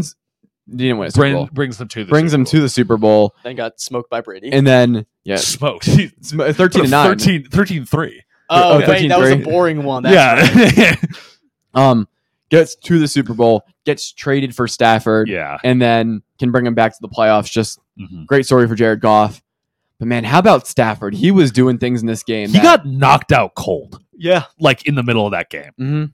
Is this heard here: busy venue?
no